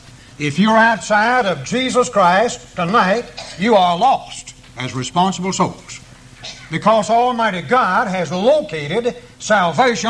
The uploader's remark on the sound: preached this sermon at the East Columbus church of Christ on April 11, 1993.